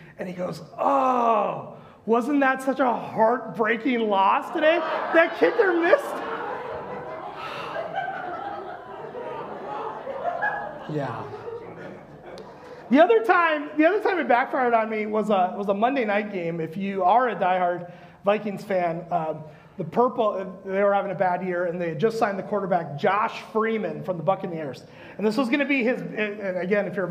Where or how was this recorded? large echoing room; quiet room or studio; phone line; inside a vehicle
large echoing room